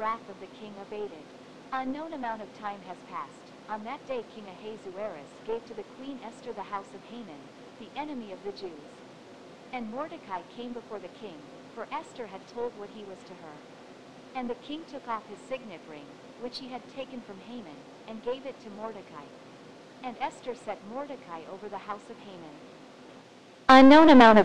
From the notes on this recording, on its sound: Sorry about the Audio.